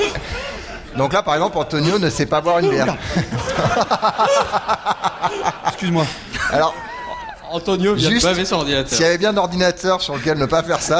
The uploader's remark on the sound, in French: en direct de Devoxx